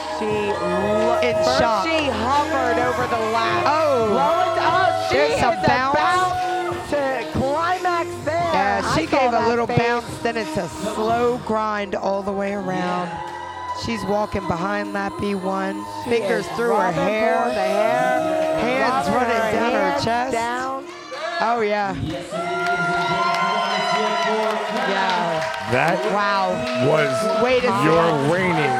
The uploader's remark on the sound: LIVE from the main stage at Hedo, for the final competition of MILF Week.